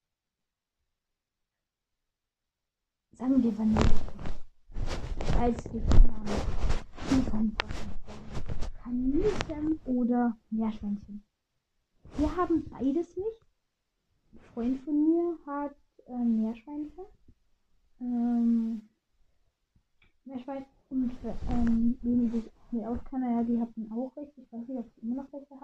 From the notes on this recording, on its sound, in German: Sorry wegen der kack ton Qualität